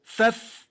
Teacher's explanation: والفاء من باطن الشفة السفلى مع أطراف الثنايا العليا